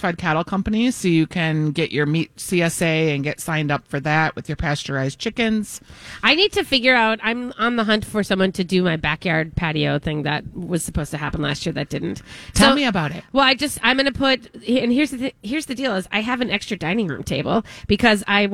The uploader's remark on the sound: LIVE from the Minneapolis Home + Garden Show